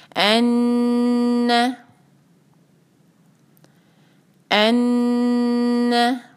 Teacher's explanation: नून शद्दा पे हम यहाँ करेंगे गुन्ना, तो दो हरका खींचेंगे